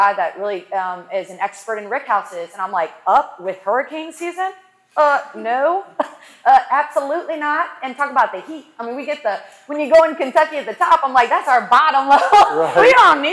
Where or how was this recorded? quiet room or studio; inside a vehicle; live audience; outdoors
live audience